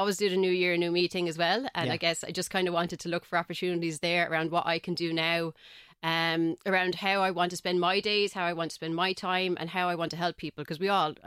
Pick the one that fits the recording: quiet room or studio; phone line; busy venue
quiet room or studio